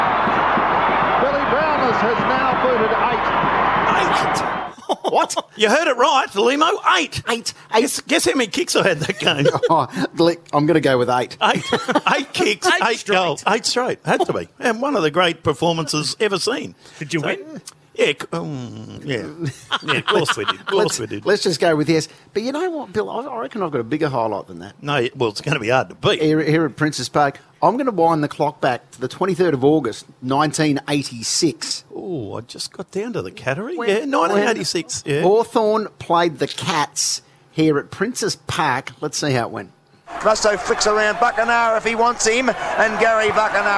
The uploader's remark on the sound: LIVE FROM IKON PARK. Ahead of the Charity Shield Game between Richmond and Collingwood. In the commentary box.